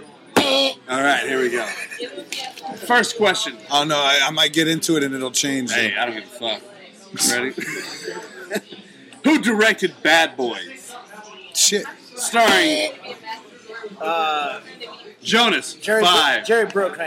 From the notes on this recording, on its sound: coming at you live from the Woodshed 2, a few drunk people stop by and mumble some BS